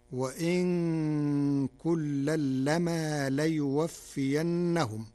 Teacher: قرأ ورش كلمة وإن بتخفيف النون ساكنة، وكلمة لما بتخفيف الميم